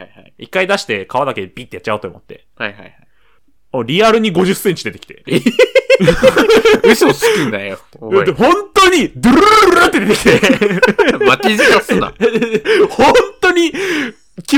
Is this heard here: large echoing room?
no